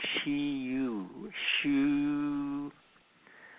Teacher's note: So to vocalize this sound, first make a continuous she sound and make the she sound. When you make this she sound, you round your lips to make an oo sound. So by making the she sound with your mouth, in your mouth with your lips, in the oo position, you'll be pronouncing the pinyin shu.